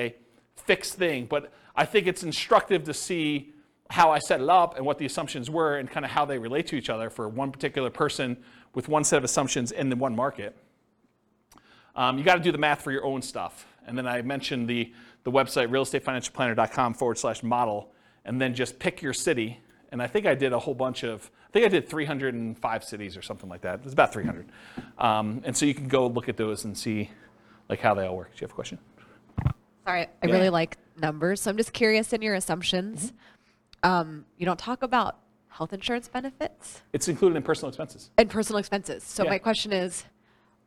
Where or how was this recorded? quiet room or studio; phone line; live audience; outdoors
live audience